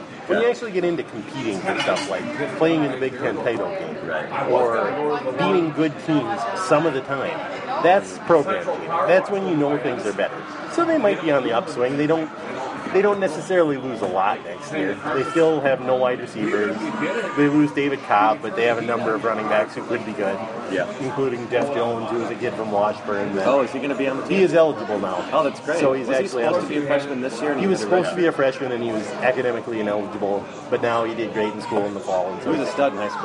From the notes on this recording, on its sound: met up at Stout's Pub to record the first episode of 2015